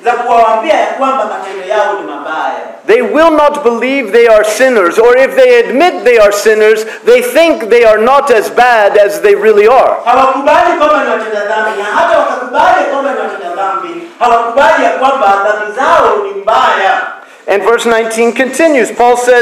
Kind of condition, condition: setting, large echoing room